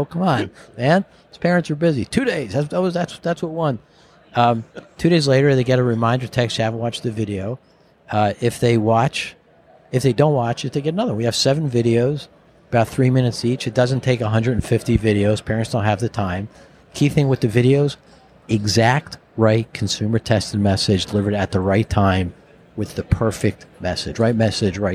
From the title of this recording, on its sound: Recorded at Vision By Design